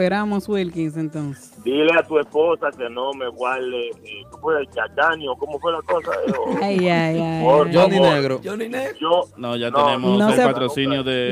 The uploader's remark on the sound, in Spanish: Llamada del Publico